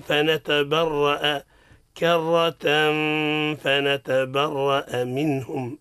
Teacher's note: التنوين في لفظ كرة بإخفاء عند الفاء